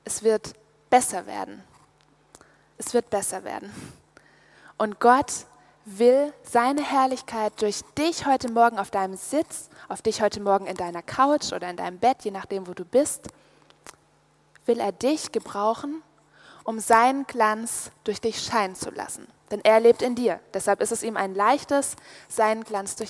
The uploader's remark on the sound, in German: aus dem Gottesdienst beim Youth Prayer Congress (YouPC)